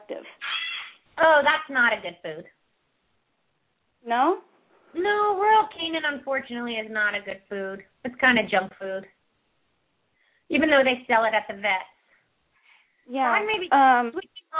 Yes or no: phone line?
yes